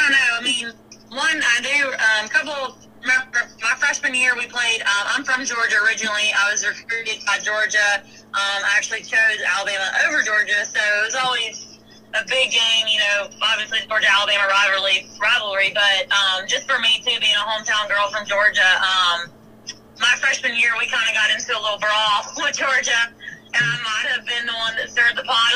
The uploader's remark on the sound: Will join us by phone.